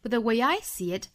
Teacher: but 弱读成 b，然后尾部的 t 省读